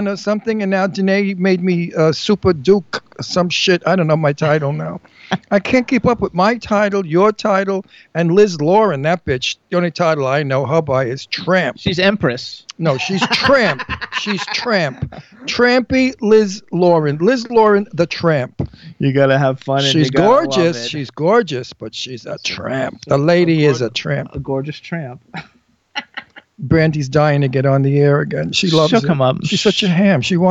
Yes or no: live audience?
no